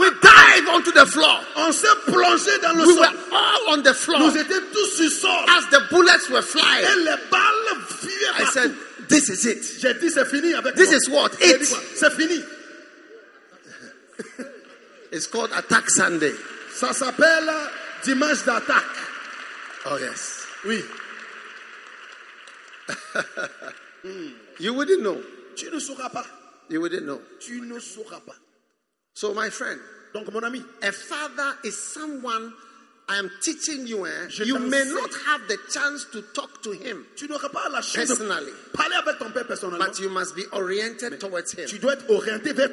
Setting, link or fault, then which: setting, live audience